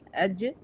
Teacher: من وسط اللسان مع ما يحاذيه من وسط الحنك الأعلى، يعني وسط اللسان اللي بيقابله من وسط الحنك الأعلى بيخرج منه 3 حروف دول اللي هما الجيم والياء.